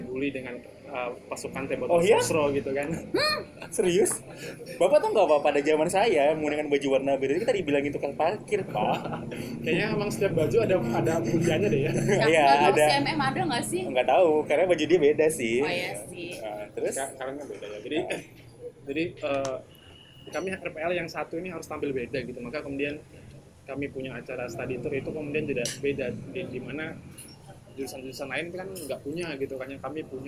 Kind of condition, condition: setting, outdoors